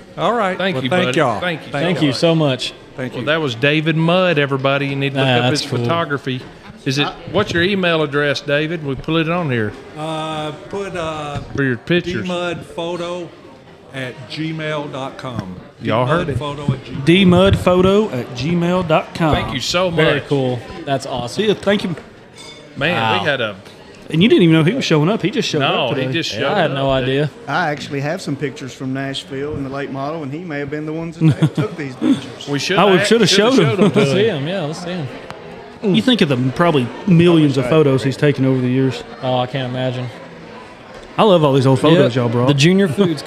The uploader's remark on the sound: we were live at the Brickyard eating our fried green beans